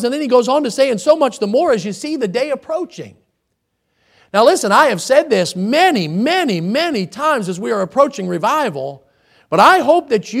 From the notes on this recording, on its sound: in the Sunday Evening Service on October 30, 2022, at Victory Baptist Church in Boonsboro, Maryland